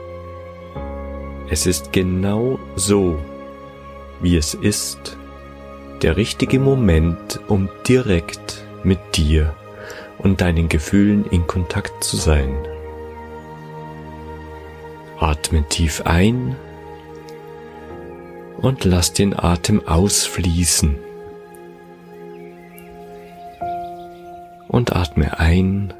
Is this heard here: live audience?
no